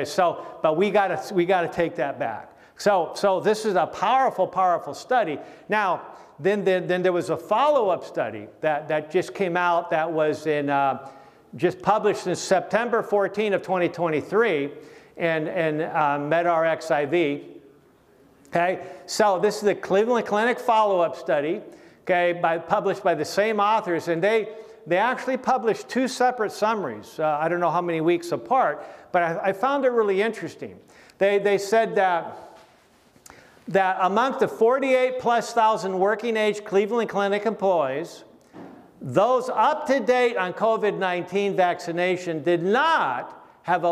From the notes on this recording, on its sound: message from our recent Right Arm Revival Conference